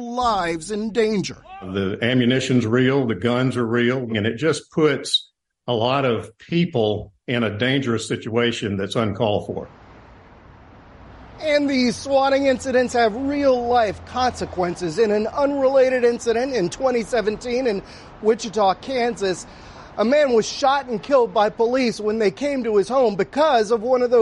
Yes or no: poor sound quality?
no